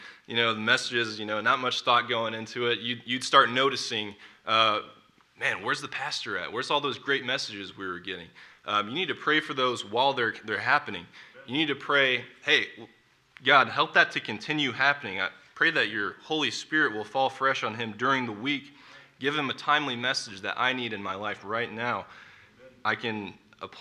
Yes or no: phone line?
no